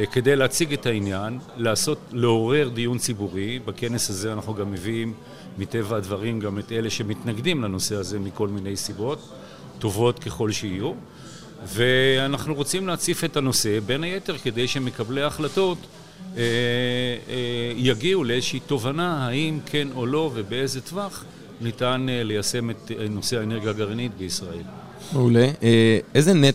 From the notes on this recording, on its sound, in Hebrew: בפרק שהקלטנו במסגרת הכנס "האם הגיע הזמן לאנרגיה גרעינית?" שהתקיים באוניברסיטת רייכמן.